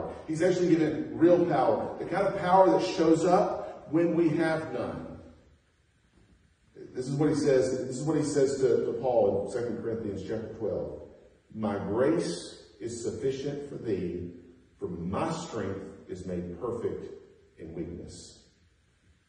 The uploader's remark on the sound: Preached at North Beaver Baptist Church in West Jefferson, NC